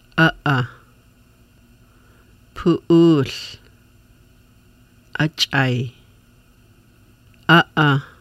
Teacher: the throat is made tense and the vocal cords close, closing and opening the lid to the esophagus known as the glottal stop.